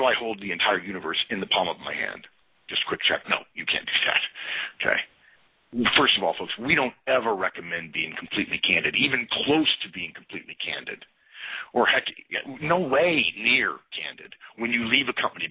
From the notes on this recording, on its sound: November 2011 Conference Call